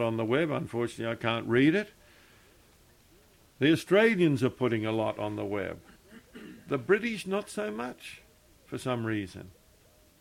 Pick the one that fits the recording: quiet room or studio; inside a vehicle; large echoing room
large echoing room